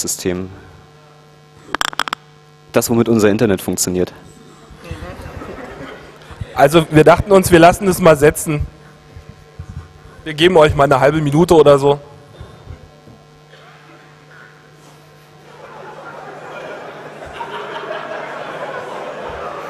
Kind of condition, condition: setting, live audience